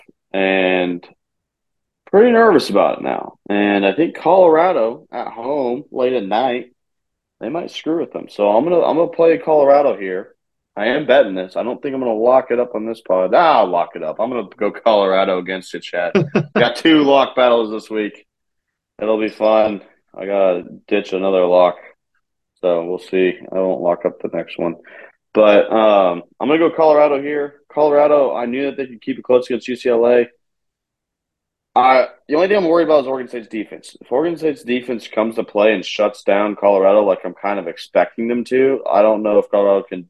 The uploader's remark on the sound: It's a Zoom episode!